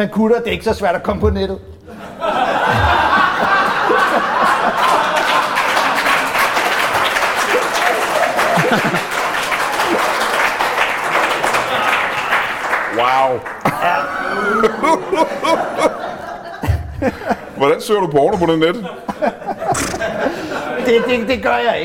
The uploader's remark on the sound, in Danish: LIVE fra Penyllan Brewery Bornholm